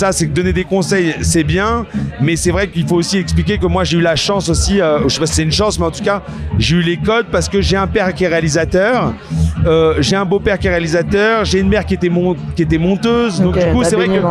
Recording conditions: busy venue